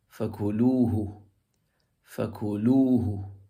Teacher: What would be most eloquent here, when attached to a pronoun, is emphasizing the lam. · Term: nabr